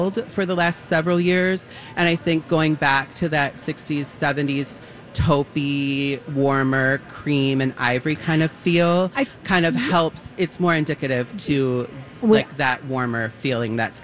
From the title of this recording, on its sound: Live from The MPLS Home & Garden Show